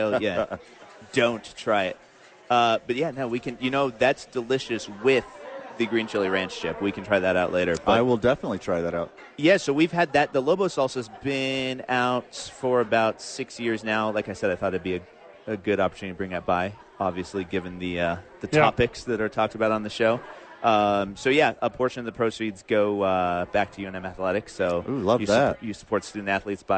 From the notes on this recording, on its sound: THE BOIS ARE LIVE AT SADIES!